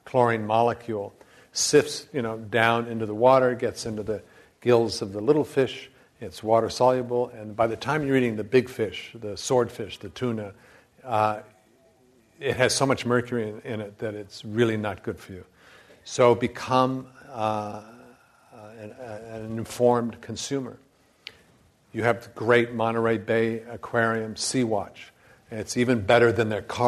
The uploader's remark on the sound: This program was recorded in front of a live audience at the Commonwealth Club of California, San Francisco on March 22nd, 2011